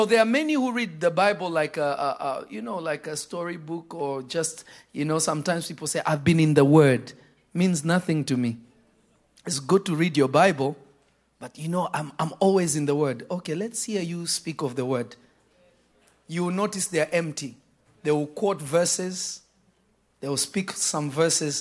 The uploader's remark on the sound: This Episode was recorded live on June 26 at Revelation Church in Simi Valley, CA.